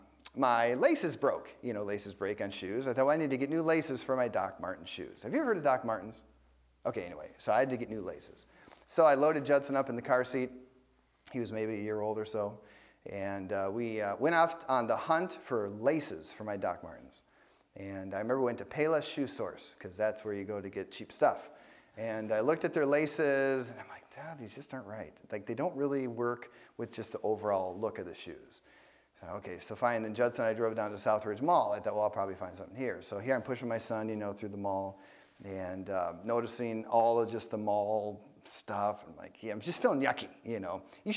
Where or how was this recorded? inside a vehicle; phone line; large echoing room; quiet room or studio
large echoing room